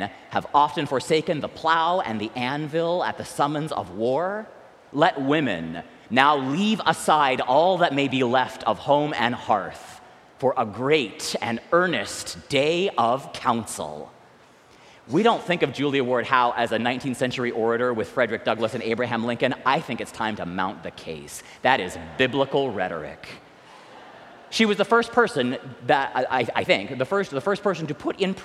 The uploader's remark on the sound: recorded live at the 10:00am service on Sunday, May 14, 2023